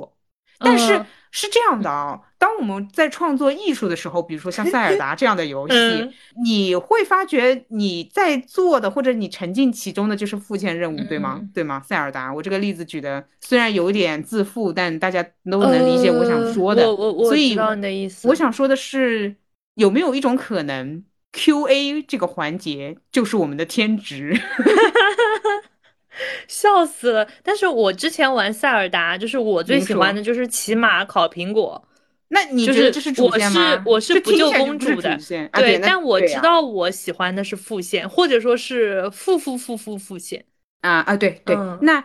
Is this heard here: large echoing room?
no